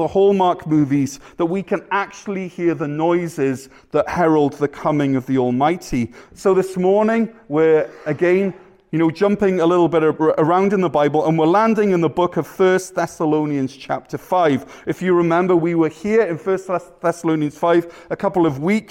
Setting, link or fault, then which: setting, large echoing room